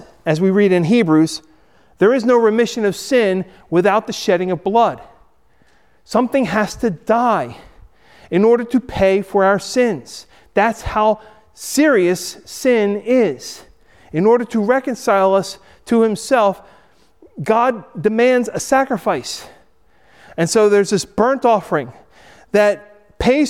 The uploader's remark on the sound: Recorded at Hudson UMC